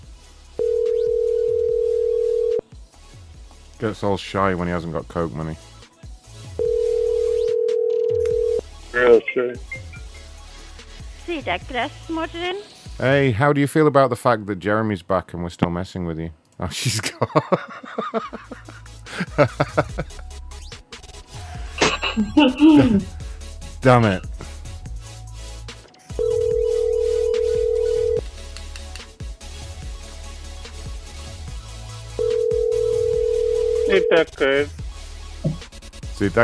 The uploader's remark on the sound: For some reason many people did not want to pick up the phone today, possibly because of the late start. We also disrupt some conferences as usual and there’s lots of good banter while we spend ages listening to the phone ring.